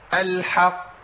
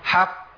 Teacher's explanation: بدي زمن زياده شويه. حق، وكاني بجيب قافين، باخد زمن القافين · Term: القلقله